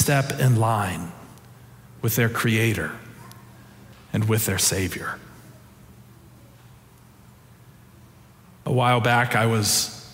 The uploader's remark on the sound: Preached on January 29, 2023 for our Traditional and MorningSong Worship Services.